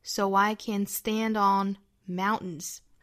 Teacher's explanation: so 和 I 连读加 w